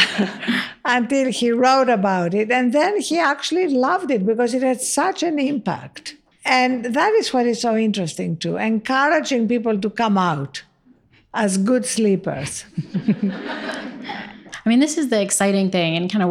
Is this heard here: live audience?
yes